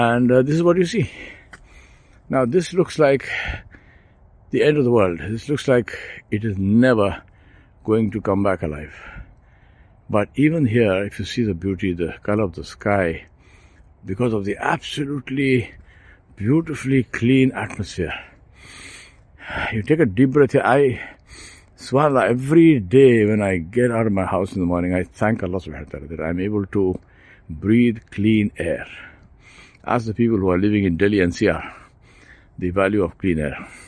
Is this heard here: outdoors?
yes